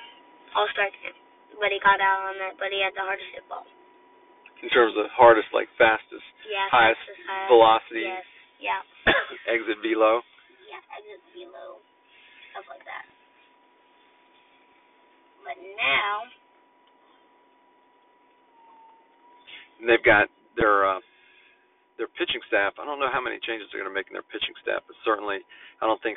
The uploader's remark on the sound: record from the car so excuse the poor audio quality!